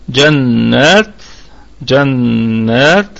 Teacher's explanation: الكلمة كلها مرققة والنون في أعلى درجات الغنة